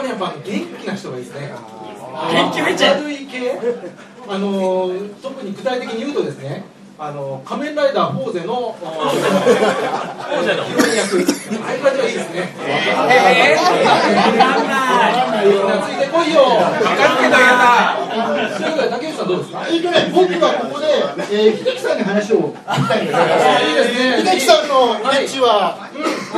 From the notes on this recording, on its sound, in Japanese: "Podcast Award 2011"で紹介されていたAR+というiPhoneアプリを使って録音した、懇親会の模様です。